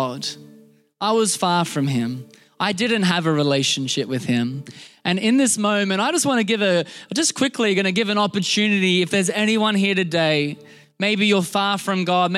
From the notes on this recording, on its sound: This was recorded in our Melbourne service on the 25th of December, 2022.